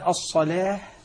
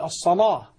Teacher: أغلظ اللام فتكون اللام عندئذ مغلظة فخمة ضخمة · Shown in: second take · فأقول الصلاة فتكون بمستوى الحرف الذي سبقها. · Term: التغليظ